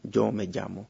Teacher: sería un sonido africado sonoro, Y. Hablando de L, en realidad no ofrece ningún cambio especial, pero sí cuando tiene que ver con la R.